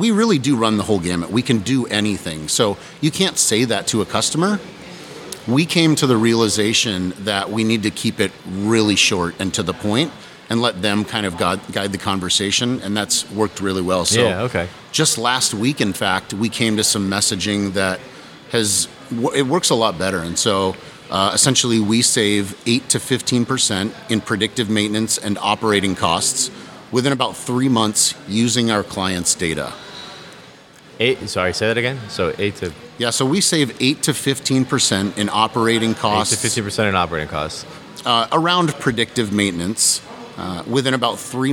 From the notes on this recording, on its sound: Is on location at the 8th annual IoT conference. Hanging out in the bar.